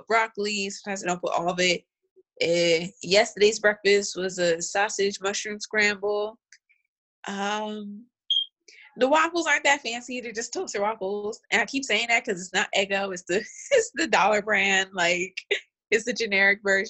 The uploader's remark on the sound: We are recording on Zoom! Since being quarantined, we’ve been coming up with new ways to deliver content from our homes to yours.